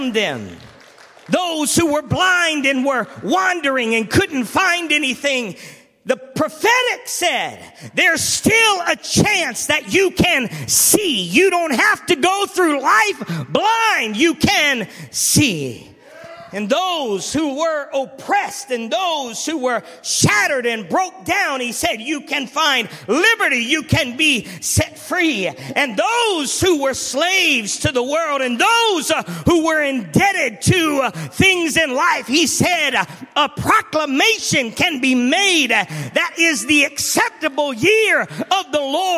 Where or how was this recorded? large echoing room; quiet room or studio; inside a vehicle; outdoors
large echoing room